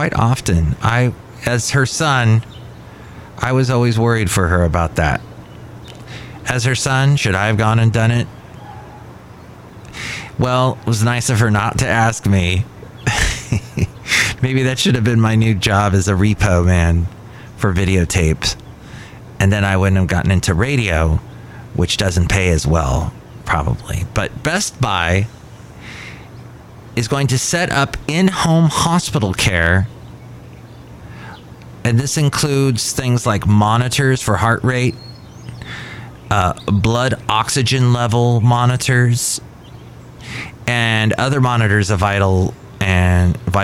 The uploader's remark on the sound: podcasts live from Cafe Anyway